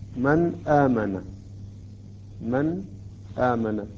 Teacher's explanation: لاحظوا كيف أنا أظهر النون، لا أدغمها ولا أتأخر على النون · Term: الإظهار